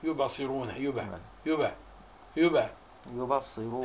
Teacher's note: وقلقلة قرب إلى الفتح مطلقا